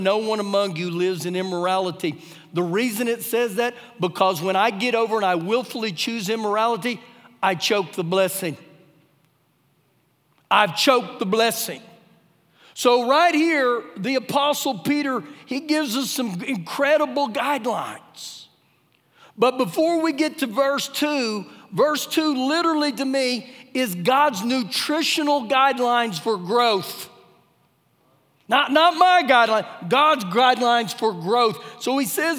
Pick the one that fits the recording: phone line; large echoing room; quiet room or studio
large echoing room